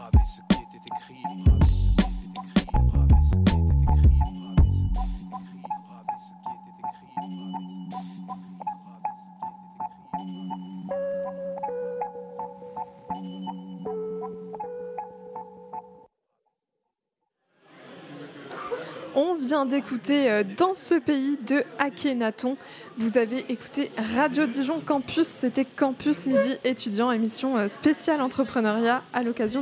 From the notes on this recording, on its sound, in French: En direct du café de l'Atheneum, centre culturel de l'Université de Bourgogne, Radio Dijon Campus a proposé une émission spéciale à l'occasion de la Semaine CREATIV'.